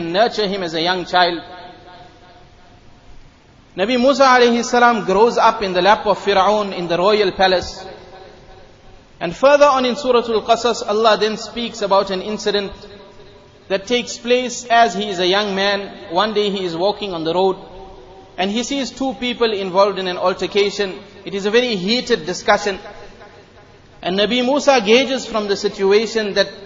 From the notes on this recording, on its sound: Jumuah lecture at Masjid e Noor